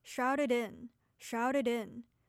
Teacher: When you're reading the phrase shrouded in, remember to connect the D sound from the word shrouded and the I sound from the word in so that the two words sound connected